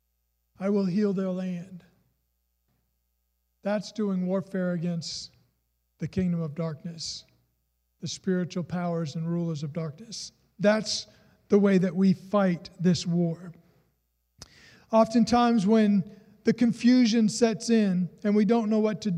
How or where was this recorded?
large echoing room